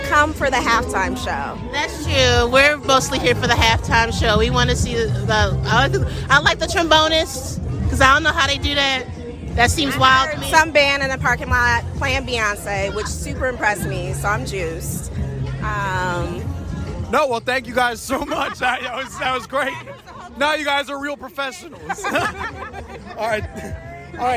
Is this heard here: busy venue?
yes